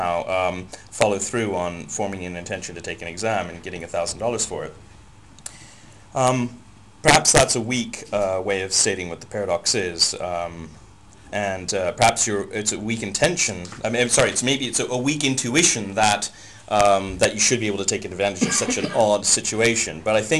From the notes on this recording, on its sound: Unfortunately, the audio recording levels were too high, so there is a lot of distortion.